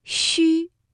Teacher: 舌面前部要隆起，接近硬腭，这个嘴唇呢要搓成圆形，略微的向前突出